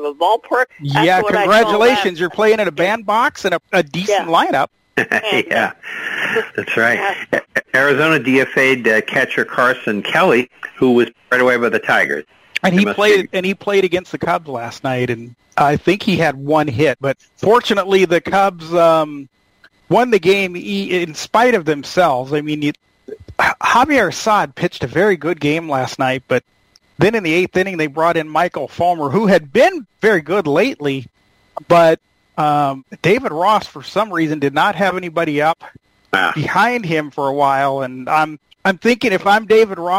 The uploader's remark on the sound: take your live calls